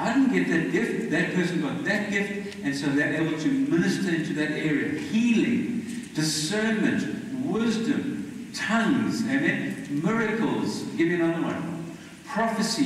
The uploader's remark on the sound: Poor Audio